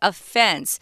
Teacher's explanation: the strong syllable is on the second syllable, offense.